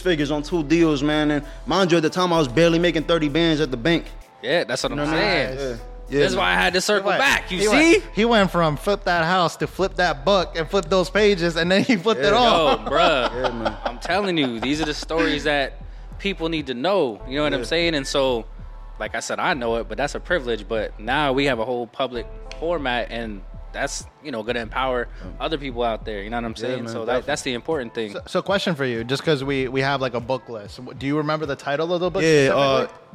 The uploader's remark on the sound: Empower 610 Episodes recorded at La Vida Cafe.